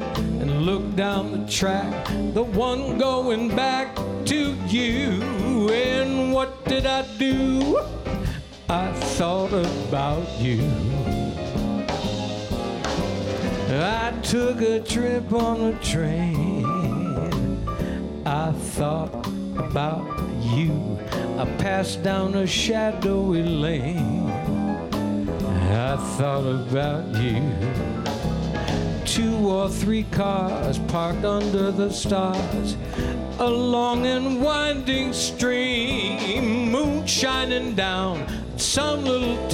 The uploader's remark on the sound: Live at the South Point Casino